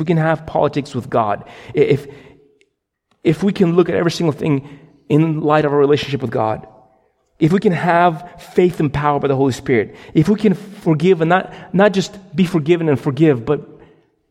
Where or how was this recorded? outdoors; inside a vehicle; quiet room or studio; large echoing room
large echoing room